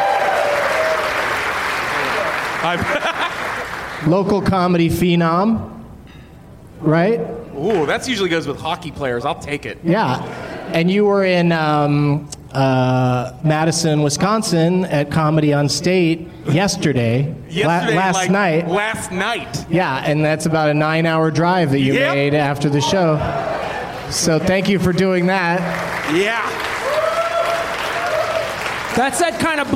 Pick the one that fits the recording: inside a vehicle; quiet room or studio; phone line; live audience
live audience